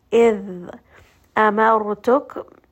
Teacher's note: We are not going to have the teeth touching. We are not going to have any air escaping through the teeth to create that S sound.